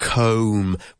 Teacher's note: It's pronounced comb, with a long vowel sound. Yeah, comb, and a nice rounded M at the end. The B, as I said before, is totally silent. · Term: silent B